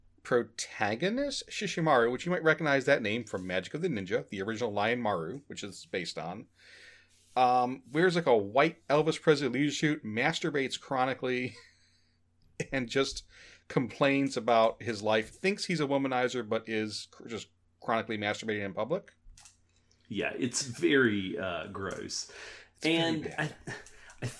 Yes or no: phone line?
no